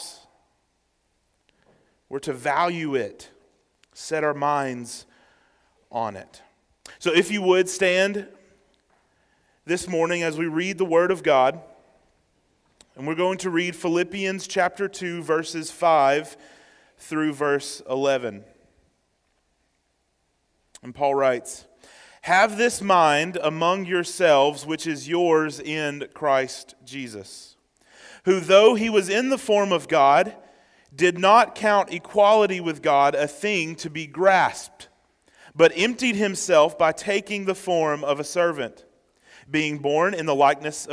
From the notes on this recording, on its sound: Sermon preached on December 10, 2023, at First Baptist Church, Waynesboro, GA during the Morning Worship Service.